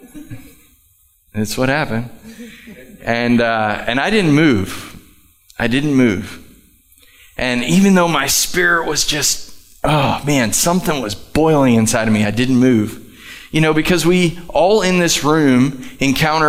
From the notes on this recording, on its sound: Live from The Summit Church in Dover, OH.